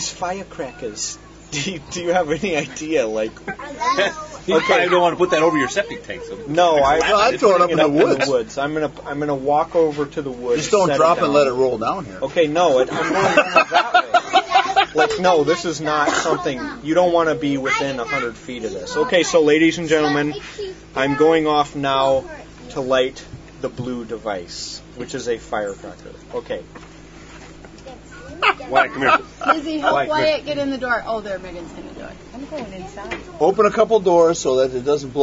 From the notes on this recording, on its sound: Recording from the beach (for realz)